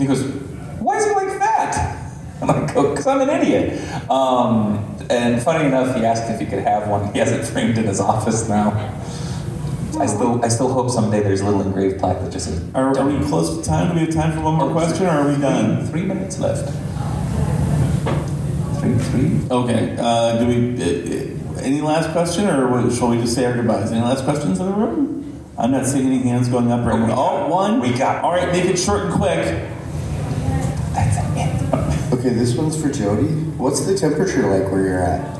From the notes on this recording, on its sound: the complete comics panel from CONsole Room 2024